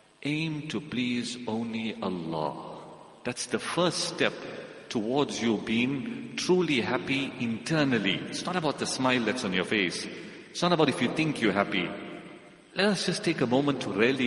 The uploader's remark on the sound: Jumuah lecture.